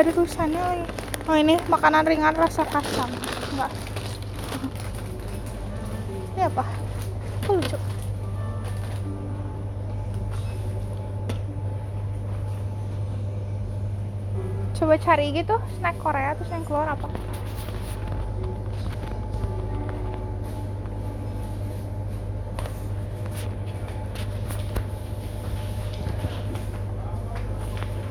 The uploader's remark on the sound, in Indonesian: Ke supermarket korea di jakarta. Record diem-diem saat pergi ke Mo Gung Hwa.